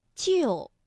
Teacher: 四声的调值是五幺，也就是说，单独读的时候是救。但是你想哈，无论是因为时间的关系，或者是语调连在一起的关系，当救连在一起的时候，不可能每一个字都从五。能够降到幺，所以啊，我们通常把它从五降到三，这个去声就完成了。救我！那像姐姐，那本身呢，姐是重叠名词，那第二个姐呢，就要变成轻声了，读得短促而轻。那么，姐姐本来啊，这个赏声也应该读。214，姐。但是当连读的时候，第一个姐呢，我们就把它读成21，姐姐。好了，接下来呢，我们要听成语故事"刻舟求剑"了。在这个故事当中啊，有几处"不"的发音，在这儿"不"字又有什么样的变调规律呢？一起来听。说这个故事发生在什么时候呢？在楚国，有一个楚国人呐、他出门远行，坐着船过江的时候啊，看江景啊正美呢，哎，不小心他身上带着这把剑，嘣儿，掉到水里去了。这船上还坐了一些其他的人呢，就喊呐："哎哎，先生，你！"